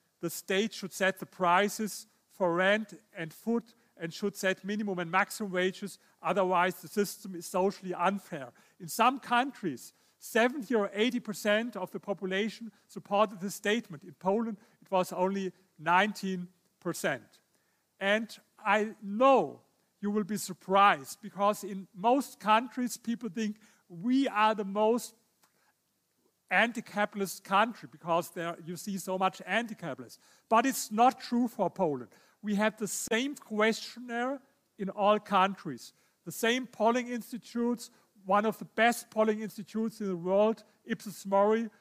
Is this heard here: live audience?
yes